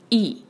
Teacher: ای کی آواز رکھیں گے باریک، اور ای کی آواز کو عین کی طرف نہیں جانا چاہیے، بالکل آہستگی سے بغیر محنت کیے بغیر زور لگائے ای.